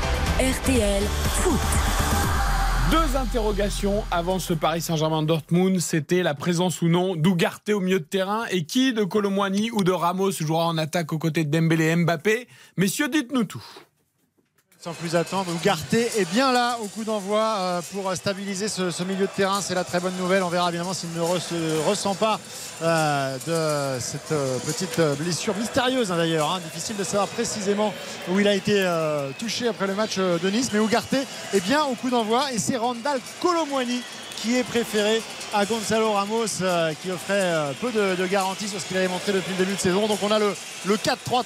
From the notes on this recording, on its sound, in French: en direct du Parc des Princes